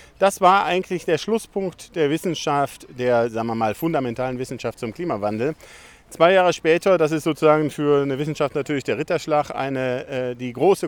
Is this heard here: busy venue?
yes